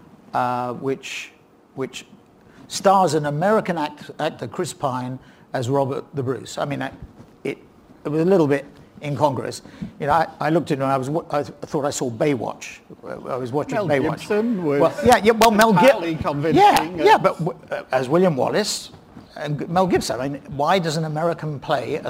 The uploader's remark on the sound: In a keynote session from PRovoke18.